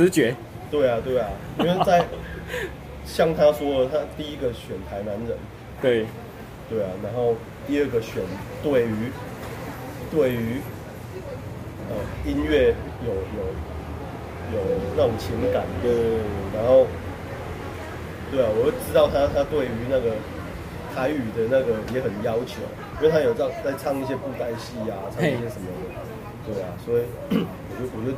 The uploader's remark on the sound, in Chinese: 錄音地點：台南 牽咖啡 Chen Coffee